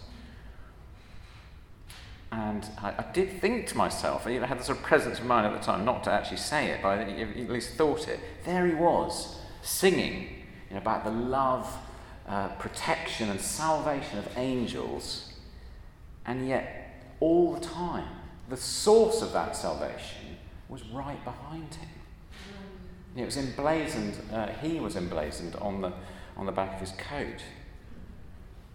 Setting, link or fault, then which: setting, large echoing room